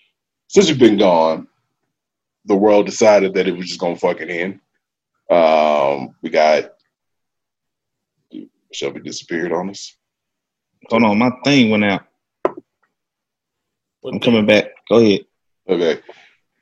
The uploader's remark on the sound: Zoomcast!!! Like the rest of you we were stuck in the house and couldn't get together to record so we did a few "Zoomcast"!!!